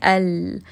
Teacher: the letter lam comes from the tip of the tongue along with the front sides of the tongue. So it is using that entire front section of the tongue.